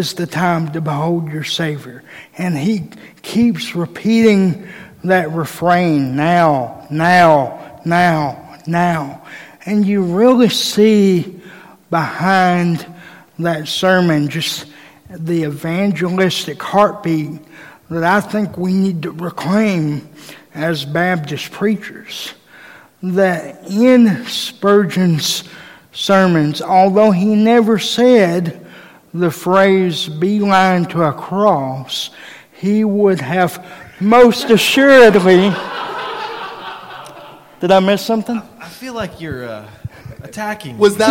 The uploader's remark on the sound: Live Conference Recording. We recorded a live episode on the first night of the conference and here it is!